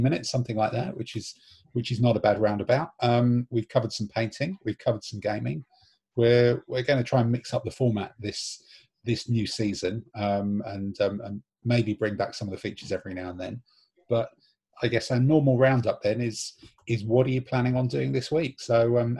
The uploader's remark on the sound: This episode sees all 7 regular contributors Zooming